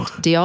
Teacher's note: With a little bit of a guttural at the end. Diolch. And we shouldn't be shy about the guttural stuff.